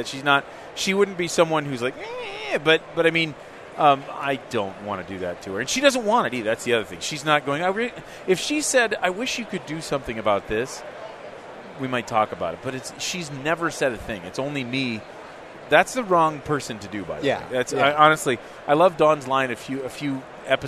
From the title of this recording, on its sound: Live from Dentsply Sirona World 2017!